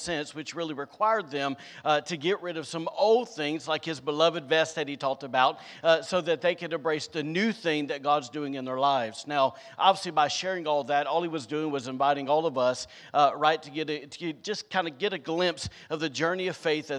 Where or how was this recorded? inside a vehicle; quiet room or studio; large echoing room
large echoing room